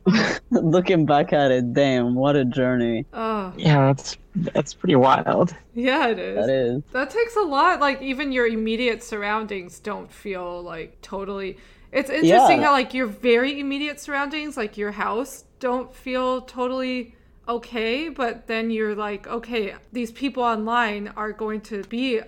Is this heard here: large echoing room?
no